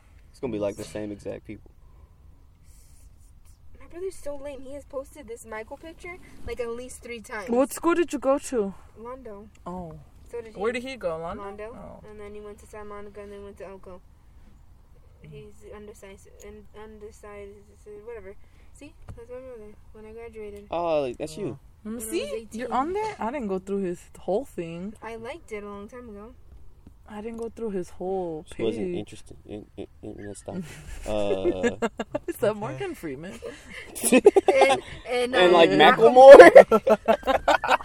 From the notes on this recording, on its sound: Not one, but two guests jump in the car to chat today!